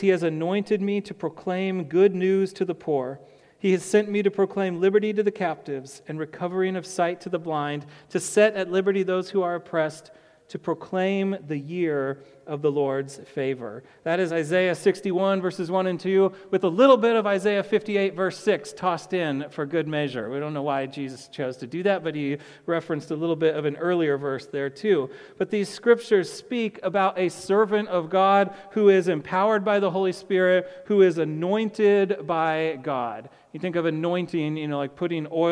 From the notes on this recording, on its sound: to the congregation of Peace Bible Church